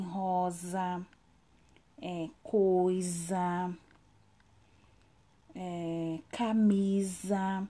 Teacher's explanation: Quando ele está entre vogais, a letra S vai ter o som de Z, como em rosa é, coisa, é, camisa.